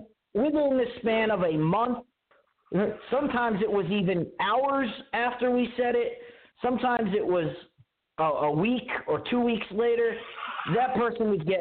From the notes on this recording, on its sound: Your phone calls.